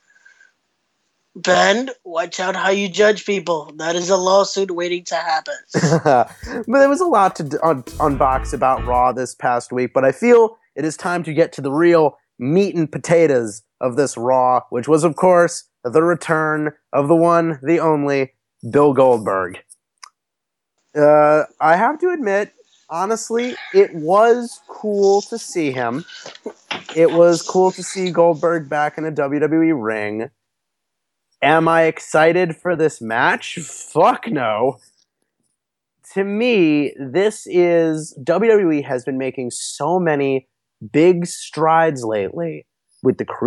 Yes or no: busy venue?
no